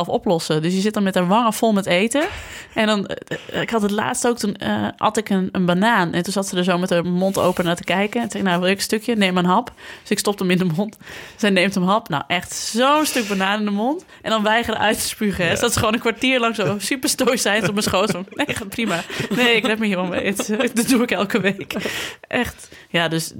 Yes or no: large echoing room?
no